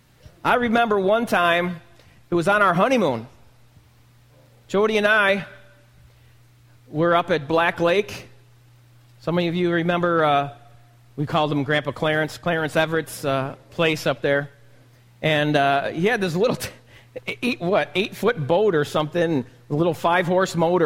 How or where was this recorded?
large echoing room